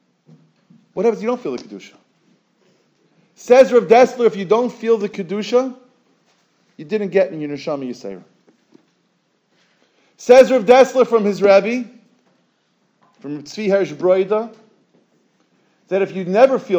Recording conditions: large echoing room